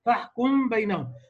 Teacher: اخفاء الميم قبل الباء، الاخفاء الشفوي